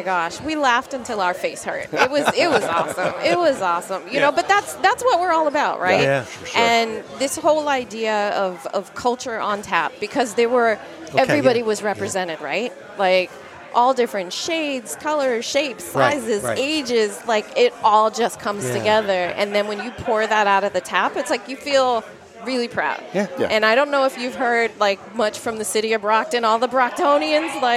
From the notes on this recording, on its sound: At the Culture on Tap Festival